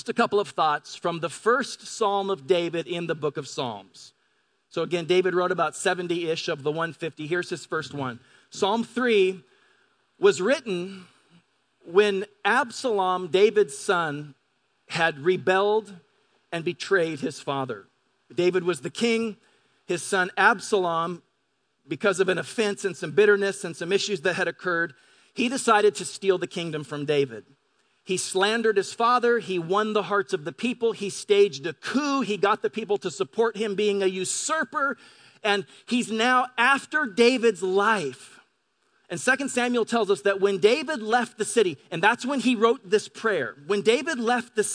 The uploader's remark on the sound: Delivered on 5 August 2018 at Grace Church of La Verne. Delivered on 5 August 2018 at Grace Church of La Verne.